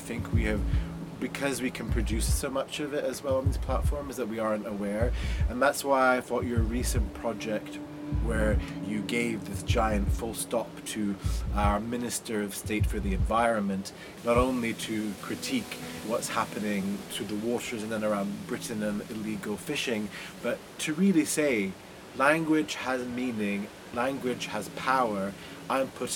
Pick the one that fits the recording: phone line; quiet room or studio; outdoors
outdoors